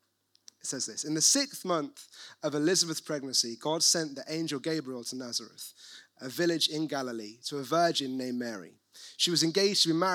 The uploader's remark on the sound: recorded at One Church City